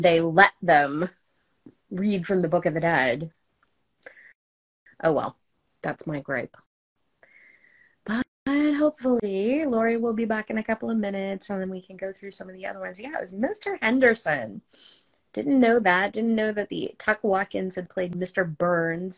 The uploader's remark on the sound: Live Watch Party. Although this episode suffered from the curse of the Mummy and hit some hidden booby traps, we at least hope you enjoy the few minutes that we were able to raise from the dead in our second "live" episode.